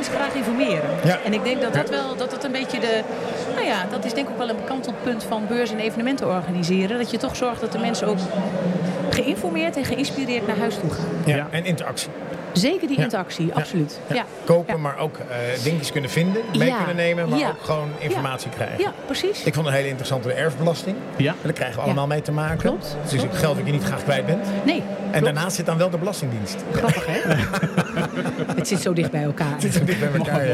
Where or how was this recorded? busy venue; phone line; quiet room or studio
busy venue